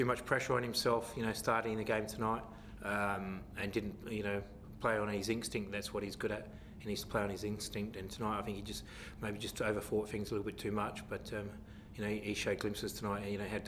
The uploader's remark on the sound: Post-Match Press Conference | Adelaide United v Wellington Phoenix.